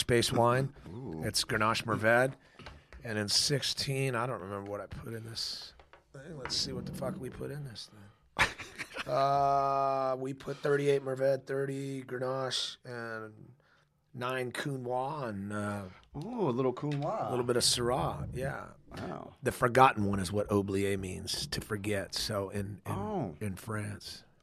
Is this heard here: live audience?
no